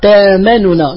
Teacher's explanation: نسكن النون الأولى، نحذف الضمة فنسكنها ثم ندغم، لأنه يستحيل إدغام متحرك في متحرك، لا بد من تسكيني ثم إدغامي، لذلك سمي كبيرا لكثرة العمل فيه. · Term: الإدغام الكبير